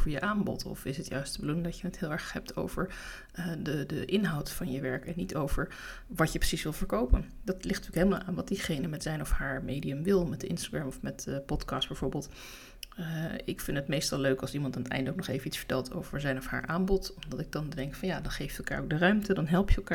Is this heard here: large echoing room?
no